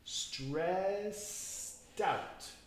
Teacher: vinculando el sonido T con la O · Term: vincular las palabras